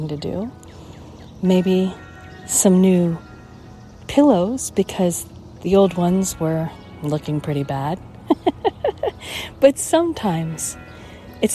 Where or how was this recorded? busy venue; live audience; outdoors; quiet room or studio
outdoors